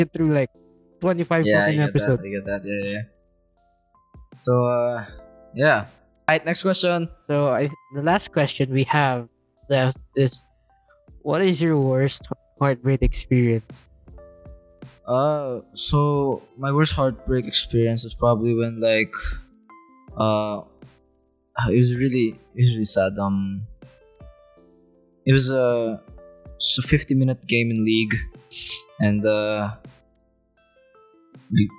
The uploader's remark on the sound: Season 1 is a poorly recorded audio journal